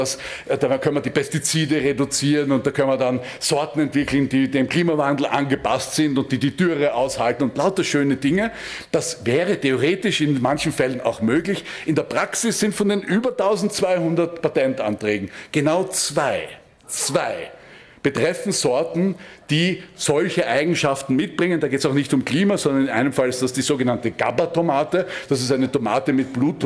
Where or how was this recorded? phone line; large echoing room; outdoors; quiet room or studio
large echoing room